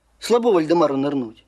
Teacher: ИК-1 может реализовываться не только в нейтральных повествовательных предложениях, но и в достаточно таких предложениях эмоциональных, и в этом случае иметь призвук ИК-2.